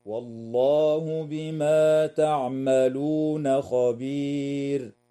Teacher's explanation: تنتهي الآية عند كلمة خبير والوقف عليها من قبيل الوقف التام مع وجوب ترقيق الراء وقفا